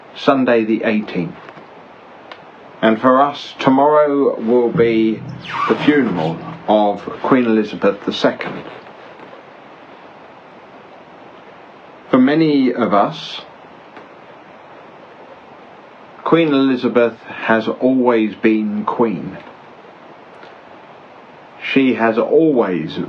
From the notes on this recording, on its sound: Each week, on a Sunday evening, I livestream a short meditation on the Psalms in the Bible. The livestream takes place from various locations, often with other ambient noise in the background.